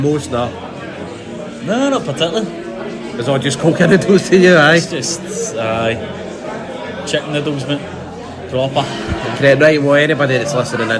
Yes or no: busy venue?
yes